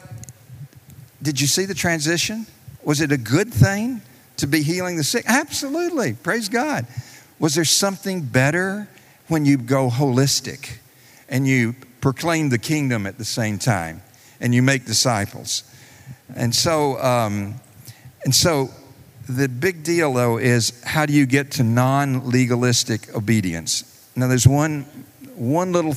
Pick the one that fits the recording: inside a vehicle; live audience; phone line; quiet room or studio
live audience